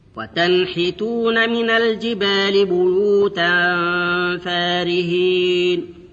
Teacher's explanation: إظهار النون الساكنة قبل الحاء